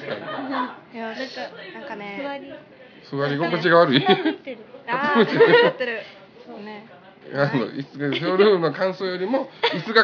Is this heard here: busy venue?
yes